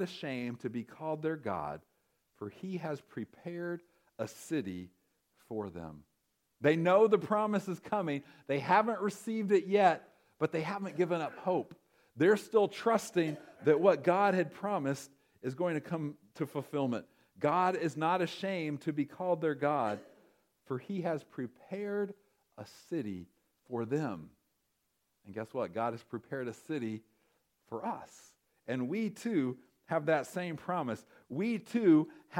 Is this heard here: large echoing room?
yes